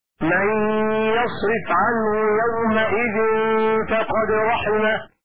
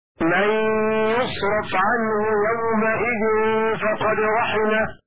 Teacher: فتح الياء وكسر الراء على بناء الفعل للفاعل · Shown in: first take